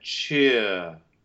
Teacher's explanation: It should open a bit in the main part in the British English if you're deciding to make this very good shift into the British pronunciation. It should open to I and then the R reduces to schwa.